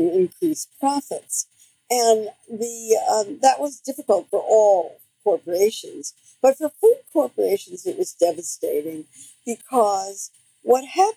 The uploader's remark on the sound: My apologies for the sound quality in this one.